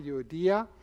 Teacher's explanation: The accent is on the I